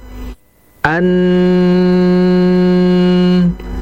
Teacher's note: ketika ujung lidah itu nempel ke langit, itu akan yang terjadi apa? Bunyi hurufnya itu ada aliran dan suara pun ada. Dan ingat, suara pun tetap ada ya.